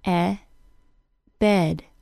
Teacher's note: the short E is a neutral and relaxed sound created with the tongue slightly raised in the middle. It's the vowel sound of the word bed.